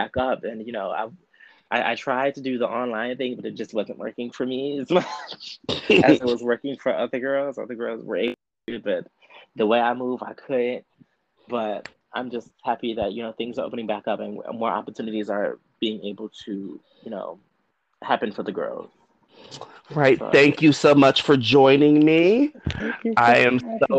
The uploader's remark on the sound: I want to apologize for the audio issues, I have had to learn a lot about editing this week.